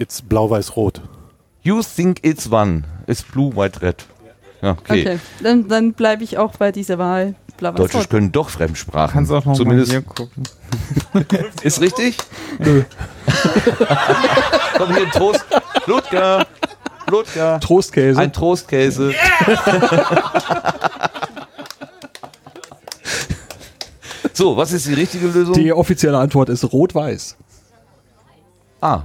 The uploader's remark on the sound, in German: Podstock 2018 - vor Ort.